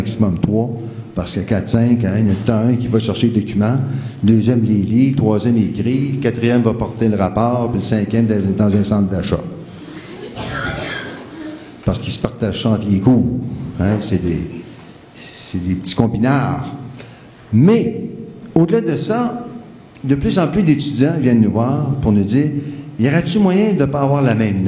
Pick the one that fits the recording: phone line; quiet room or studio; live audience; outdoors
live audience